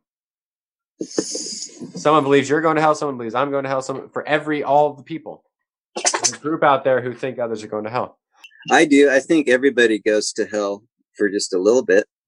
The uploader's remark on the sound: the guys have their first-ever "Zoomfire" session